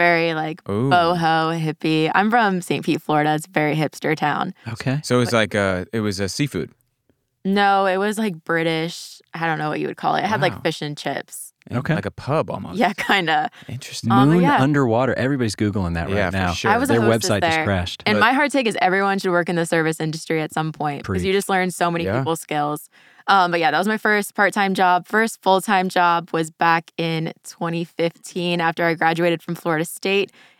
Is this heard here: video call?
no